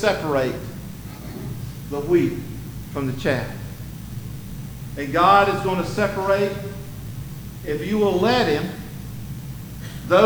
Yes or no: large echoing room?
yes